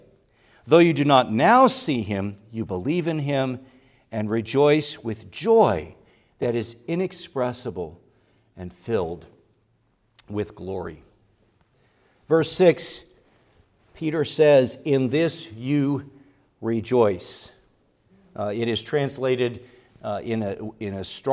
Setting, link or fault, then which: setting, large echoing room